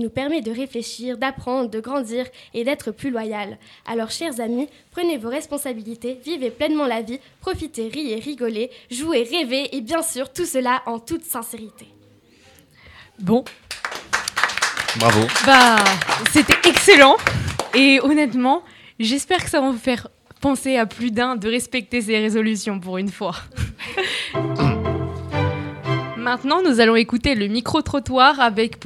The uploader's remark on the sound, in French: Au menu de ce Grand Buffet enregistré en public (merci l’IND).